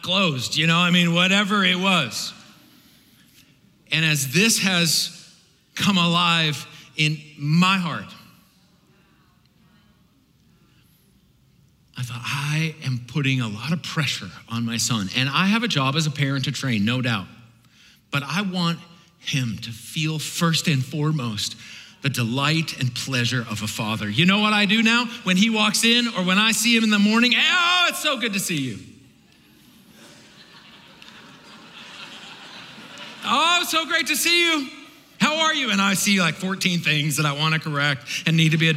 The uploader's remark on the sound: This powerful session from the 2019 ARC Conference Anaheim.